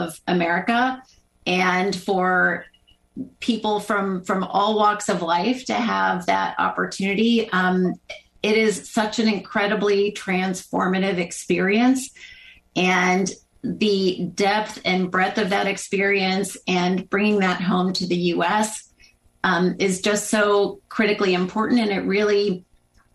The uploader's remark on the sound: This program was recorded via video conference. By the Commonwealth Club of California.